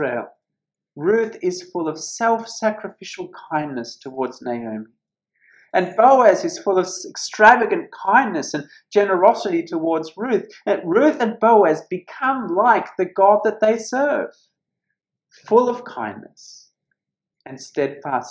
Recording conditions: large echoing room